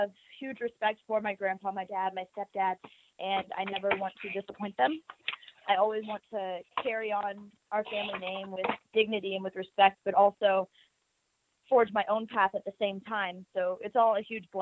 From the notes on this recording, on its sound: full audio from the May 31, 2018 Impact Wrestling media call